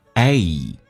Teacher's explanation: a 这个发音需要非常的饱满，打开口腔一点点，哎，然后嘴角往后拉到极限，再滑动到 a 这个发音